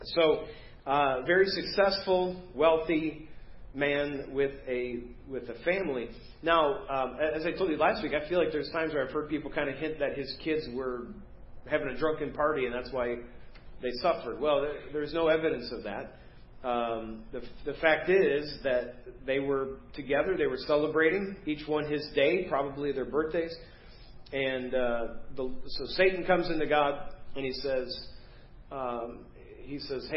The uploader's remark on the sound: Preached at First Baptist Church of Hazel Park